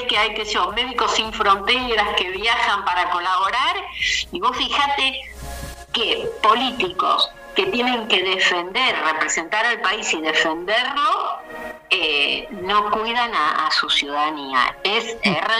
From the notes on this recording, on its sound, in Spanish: Estuvo con nosotros vía telefónica